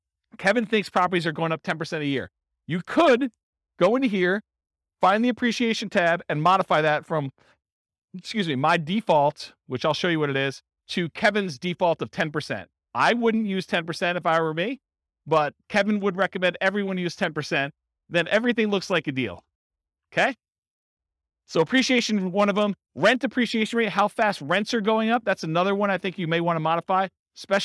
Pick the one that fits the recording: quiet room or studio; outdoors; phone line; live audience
live audience